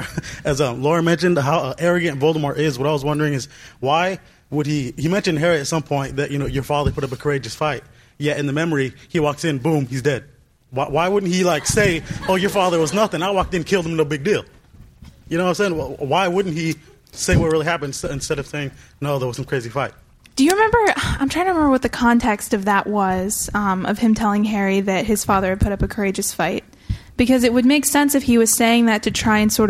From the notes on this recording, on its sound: Live From Portus! MuggleCast is live from Dallas, Texas this week! Questions from the audience.